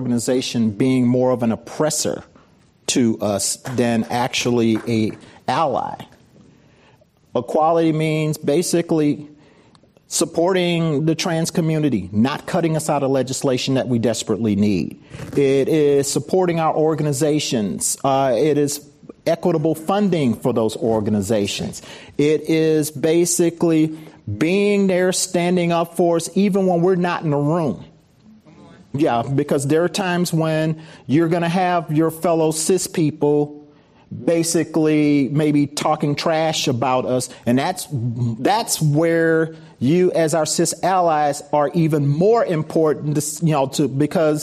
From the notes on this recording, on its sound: This program was recorded in front of a live audience at the Giliad Campus in Foster City, CA on November 14th, 2019